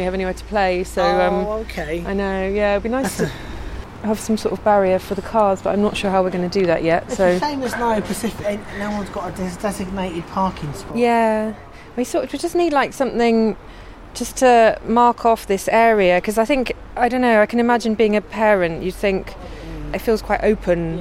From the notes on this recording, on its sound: recordings from her giant planters project, during two weeks of construction and two community planting days